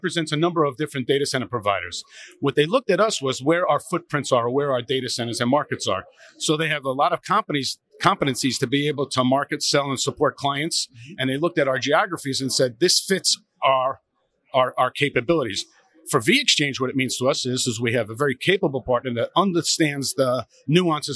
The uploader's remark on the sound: Live from Metro Connect